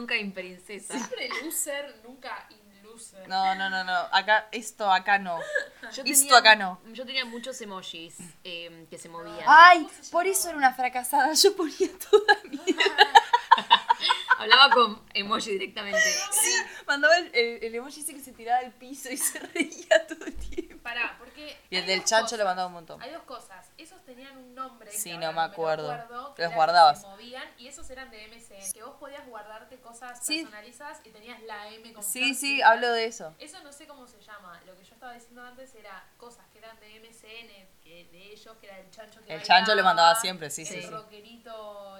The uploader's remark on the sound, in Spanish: Un debate tranqui en casa sobre las redes sociales. El audio siempre es una porquería.